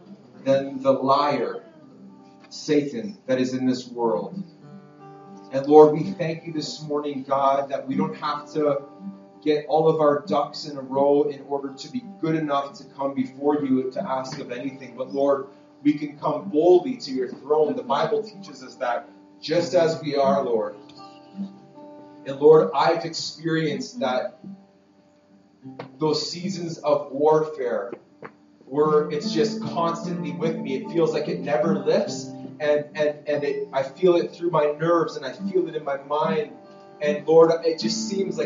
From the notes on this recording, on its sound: This message was preached at Freedom Life Church in Kitchener Ontario. PLEASE FORGIVE THE POOR QUALITY AUDIO!